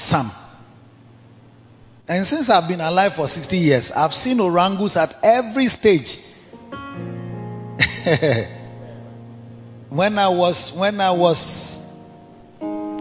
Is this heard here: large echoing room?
yes